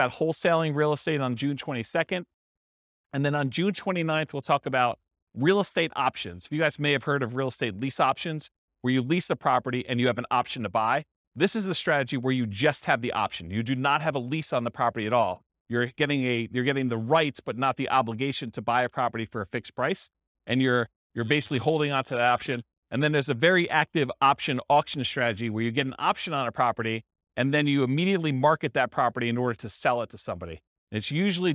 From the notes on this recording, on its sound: This was a live class recorded